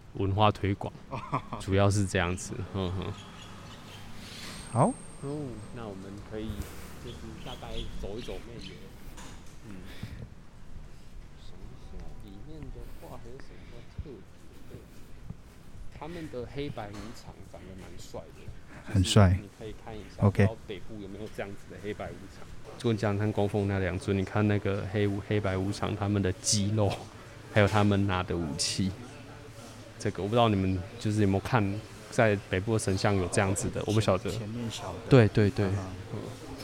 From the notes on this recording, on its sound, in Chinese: 本集分兩個片段，包含室內錄音與室外走訪，故音質有所差異，敬請見諒。